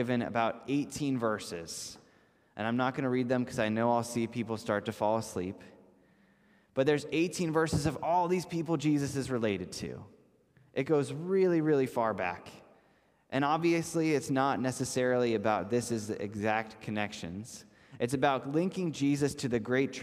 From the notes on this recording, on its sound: This message was first preached on December 5th 2021 at Linglestown Life Church in Harrisburg PA.